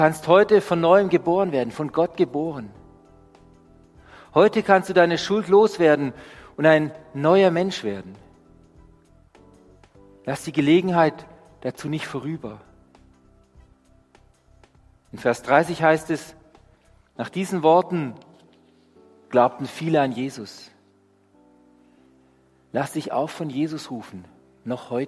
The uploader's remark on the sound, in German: Die Predigt aus dem Gottesdienst